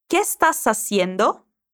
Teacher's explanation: Você também vai conectar as palavras que e estás.